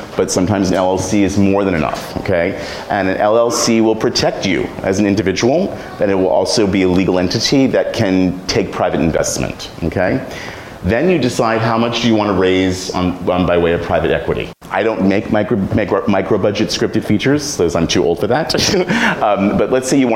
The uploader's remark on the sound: A Live Show